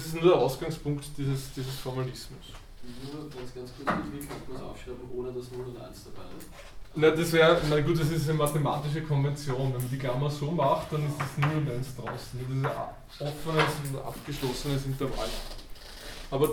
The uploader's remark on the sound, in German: Diese Vorlesung wurde von Studierenden aufgenommen